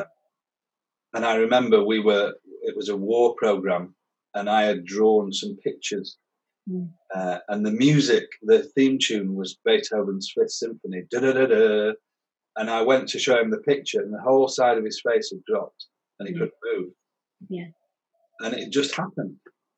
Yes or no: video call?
yes